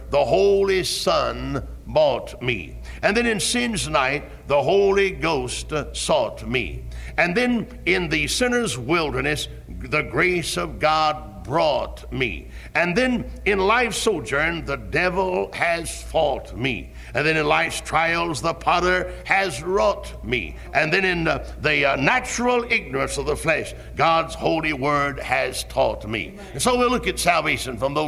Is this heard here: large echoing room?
yes